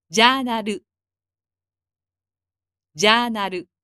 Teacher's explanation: In the Japanese word for journal, the a sound in ja is elongated and the a sound in na is not elongated.